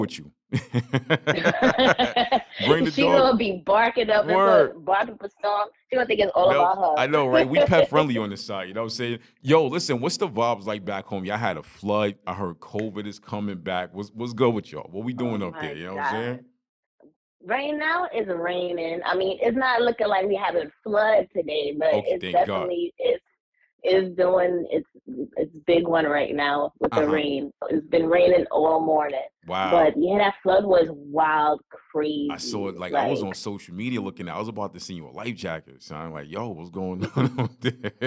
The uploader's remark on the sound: called into the show